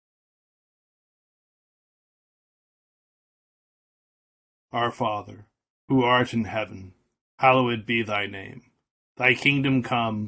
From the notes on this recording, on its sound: This recording was trimmed automatically, so there may be a few seconds (or longer) of silence at the beginning or the end